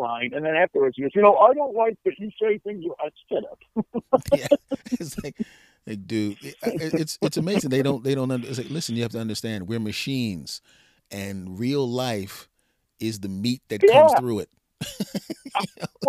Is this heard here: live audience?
no